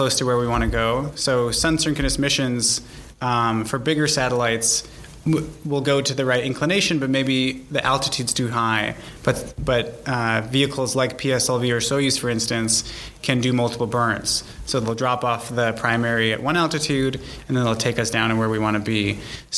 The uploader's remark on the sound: This podcast was recorded at the Canadian SmallSat Symposium which was held last week in Toronto